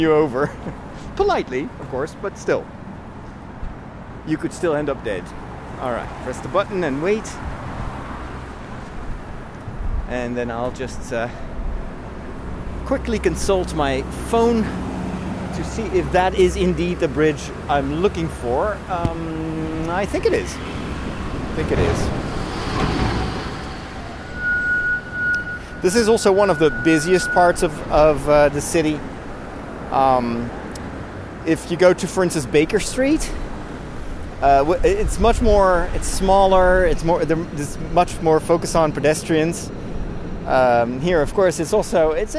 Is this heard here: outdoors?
yes